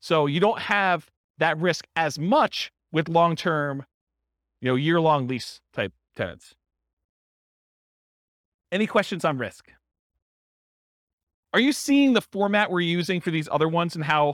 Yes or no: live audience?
yes